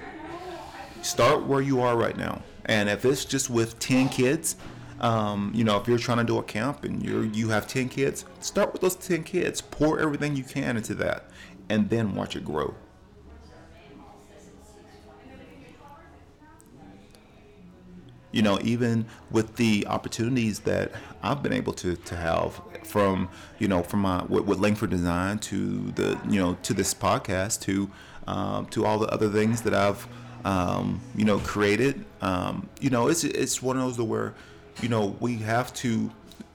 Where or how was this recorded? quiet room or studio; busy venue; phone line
busy venue